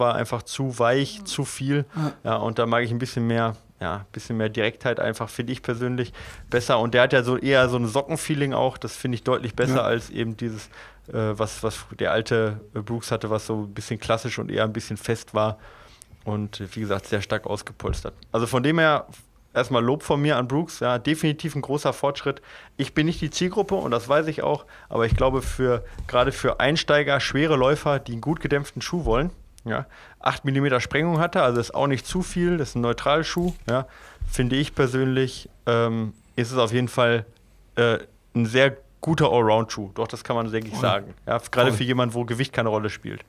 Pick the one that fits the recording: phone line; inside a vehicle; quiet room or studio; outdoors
quiet room or studio